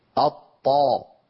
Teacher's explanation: طرف اللسان قد أغلق مقدمة الفم عند أصول الثنايا إغلاقا كاملا